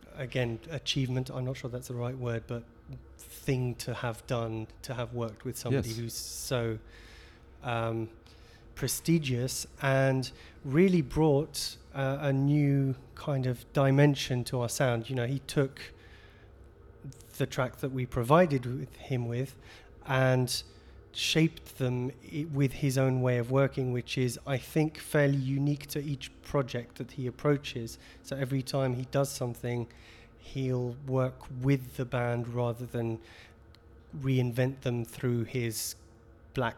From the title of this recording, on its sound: at Monolith Festival 2019, Cyprus Avenue Cork